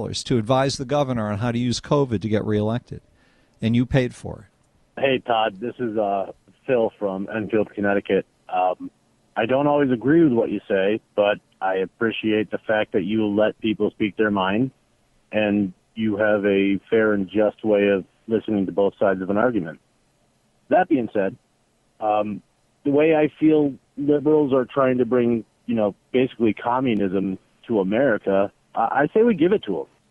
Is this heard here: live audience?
no